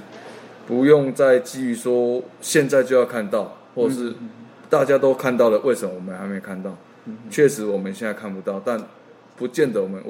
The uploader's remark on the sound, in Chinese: 本集錄音於球場，全程使用錄音設備較精簡，音質不佳請見諒。特別南下到獅隊春訓基地。